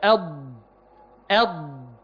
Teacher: أض أض، بحس إن اللسان عمل إن اللسان كأن دي الأسنان، كأن الضروس كده، كأن اللسان عمل كده، كأن عمل كده. فالضاد تخرج من كلتا الحافتين معا، فكلتا الحافتين تنضغطان على الحنك الأعلى ملامستين الأضراس، ده في حالة الضاد الساكنة.